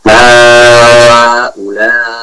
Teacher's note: boleh wakaf dengan raum dengan melemahkan suara i, ya, suara kasrah pada huruf terakhir dari kalimat tersebut. Misalkan haula, jadi kita perjelas sedikit supaya mendengar aliman bisa mendengarnya.